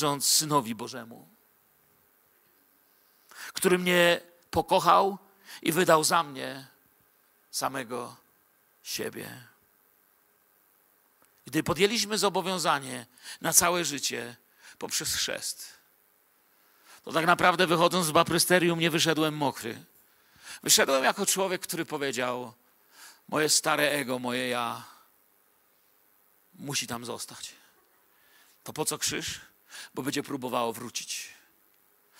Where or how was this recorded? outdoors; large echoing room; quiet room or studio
large echoing room